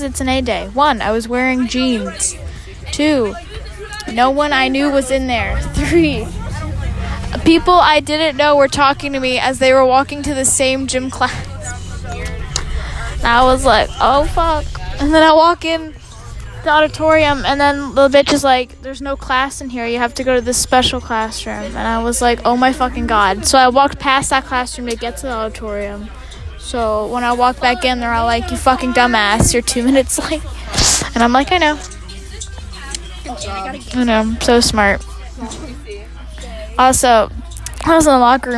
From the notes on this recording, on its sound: Recorded on a bus.